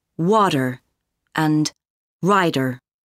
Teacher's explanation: For example, ask and aunt, in contrast to British English, ask and aunt. In North American English, T often sounds like d in the middle of words.